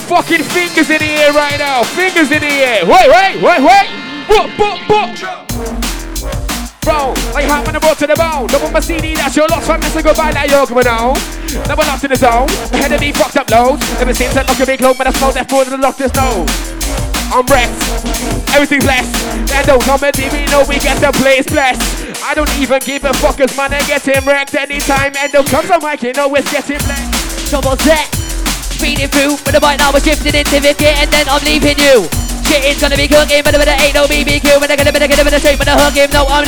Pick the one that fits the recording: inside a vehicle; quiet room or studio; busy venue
busy venue